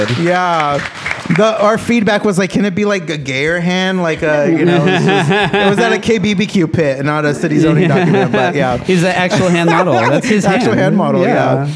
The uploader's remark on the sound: Live from Plantiitas on Fourth Street. With a live audience.